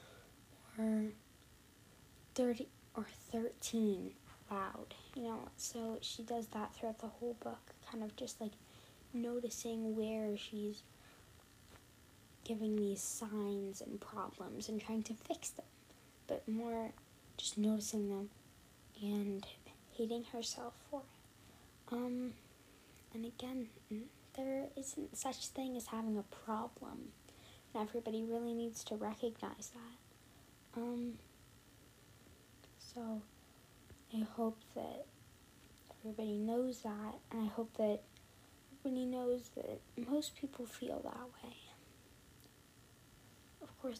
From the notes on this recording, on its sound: The audio was SO BAD I’m so sorry!